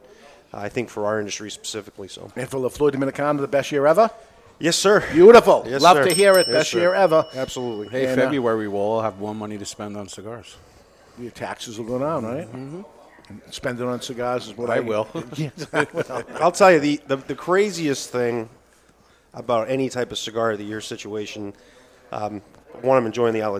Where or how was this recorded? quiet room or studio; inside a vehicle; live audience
live audience